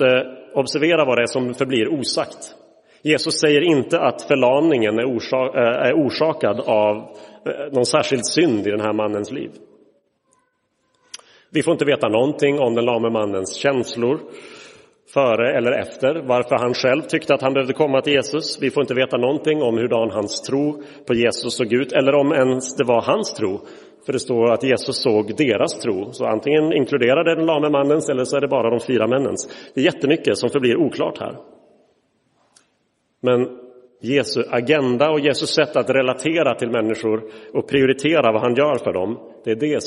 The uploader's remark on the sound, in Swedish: Inspelad i Roseniuskyrkan den 15 oktober 2023.